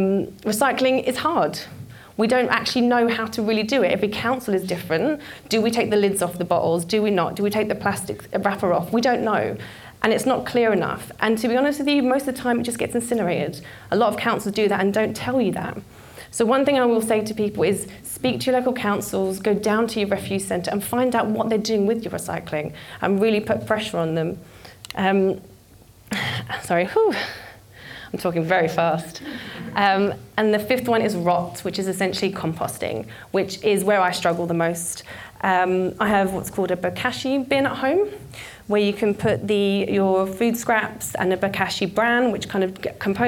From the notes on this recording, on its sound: This was recorded at Vevolution Topics: Environment in 2018